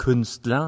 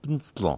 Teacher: das R kommt dann gleich an das L ran ohne E · Shown in: second take · Term: Die Vokalen verschwinden